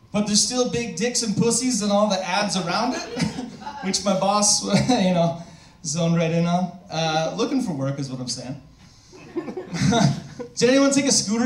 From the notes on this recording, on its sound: Take over "One Night Stand-Up" and perform for a live audience!